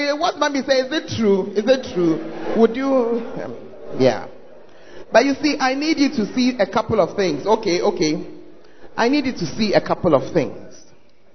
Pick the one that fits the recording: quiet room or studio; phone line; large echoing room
large echoing room